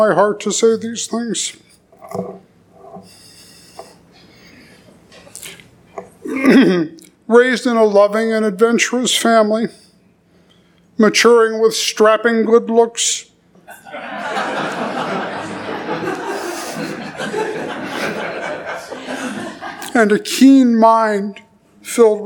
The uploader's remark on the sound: at the 2019 conference of the Center for Catholic and Evangelical Theology